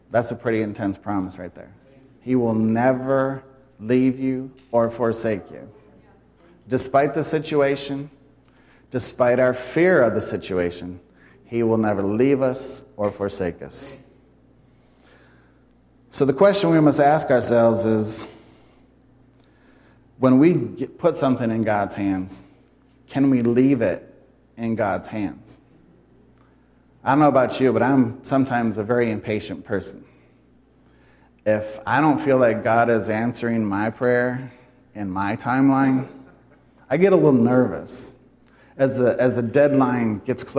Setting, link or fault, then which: setting, live audience